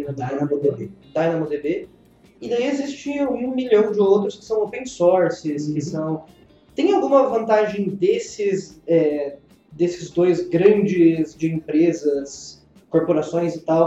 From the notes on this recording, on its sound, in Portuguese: Perdão pela qualidade das vozes, tivemos que utilizar outro equipamento na gravação que complicou um pouco as coisas.